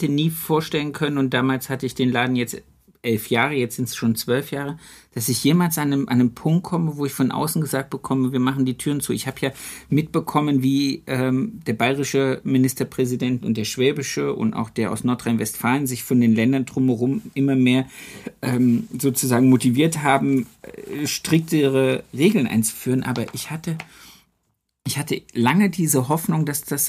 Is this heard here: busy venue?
no